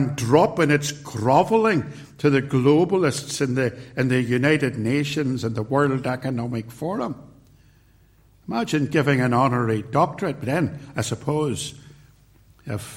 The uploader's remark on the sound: recorded at Templepatrick Reformed Church